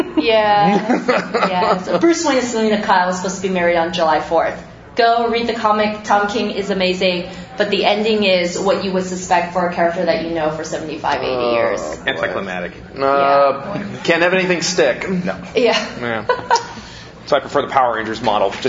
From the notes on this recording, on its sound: Live from G-Fest 25.